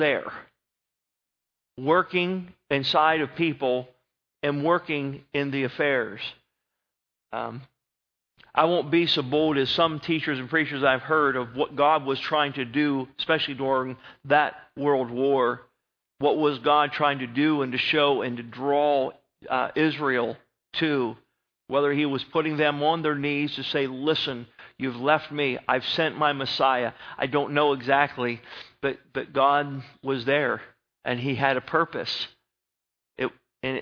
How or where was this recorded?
large echoing room